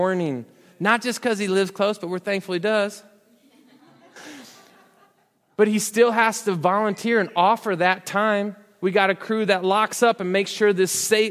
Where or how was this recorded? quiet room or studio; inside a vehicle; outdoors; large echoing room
large echoing room